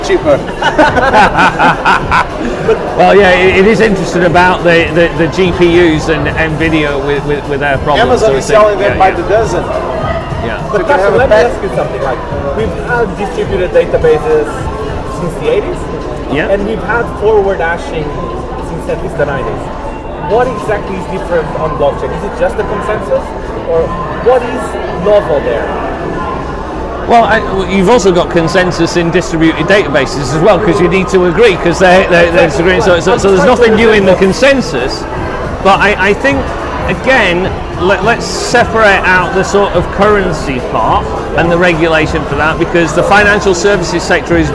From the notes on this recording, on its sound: The audio on this episode isn’t as clean as our previous episodes as we were sitting at a bar